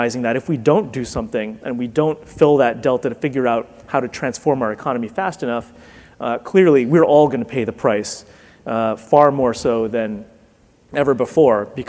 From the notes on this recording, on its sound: The best of live interviews from GreenBiz events.